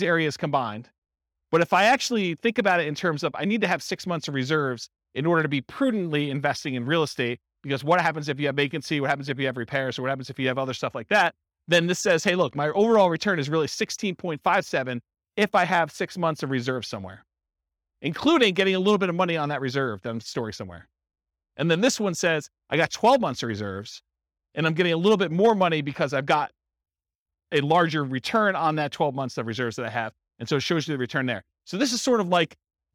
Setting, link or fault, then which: setting, live audience